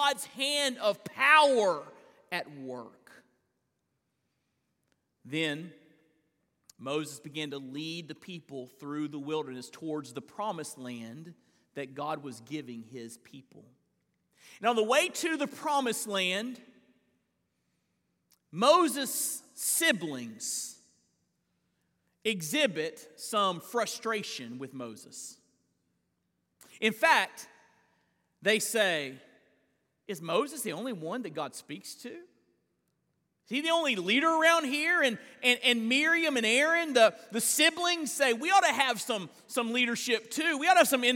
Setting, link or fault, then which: setting, large echoing room